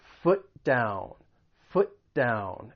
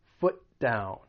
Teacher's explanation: your tongue is really just coming up to the top part of your mouth one time · Term: co-articulation